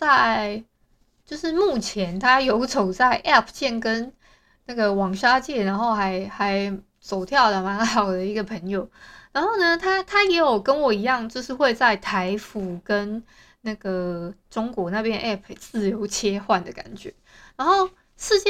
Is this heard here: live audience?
no